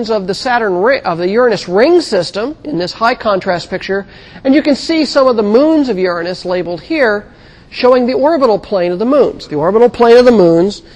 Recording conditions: large echoing room